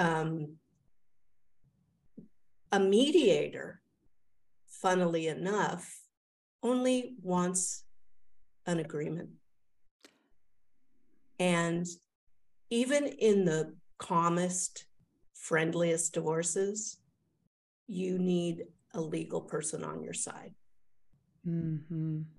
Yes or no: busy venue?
no